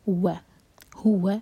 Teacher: من ہوا، ہوا ایک حرکہ، اور واو کے لیے ہمیشہ ہماری ہوٹ گول ہوں گے. ہوا، ہوا فی مد تبعی، دو حرکہ لمبا